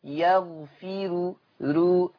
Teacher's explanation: كلمة يغفر هيبقى فيها ترقيق الراء لورش عن نافع، لأن الراء مضمومة خلاص ومسبوقة ها بحرف مكسور، يبقى ترقيق الراء وصلا لورش خلاص، اما وقفا فهي مرققه للجميع يغفر، انما وصلا يغفر رو، الراء مرققه لورش وصلا.